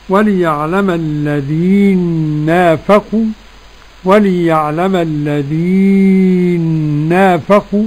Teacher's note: قرأ السوسي وليعلم الذين نافقوا بإدغام المثلين النون في النون